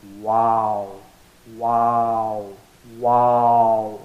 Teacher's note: Wow is also through the lips, except that we don't allow the teeth to touch our lips. When you say wow, your lips become round, like a circle. Wow, wow, wow, like a circle.